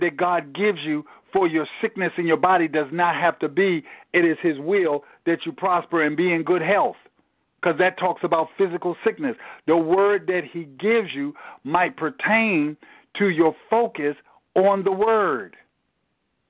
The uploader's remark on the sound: Tele Bible Study. Enon MBC Bible Study conference call.